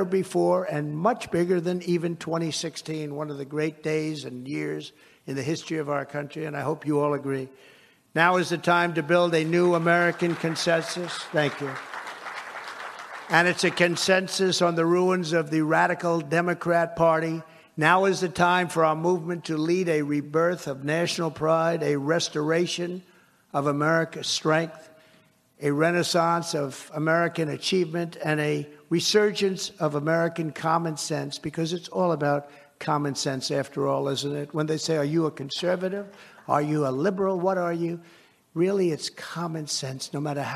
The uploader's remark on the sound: Heritage’s Annual Leadership Conference in Amelia Island, Florida